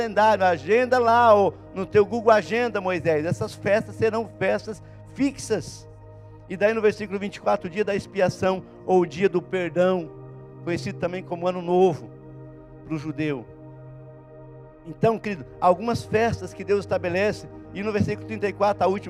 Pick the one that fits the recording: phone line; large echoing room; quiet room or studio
large echoing room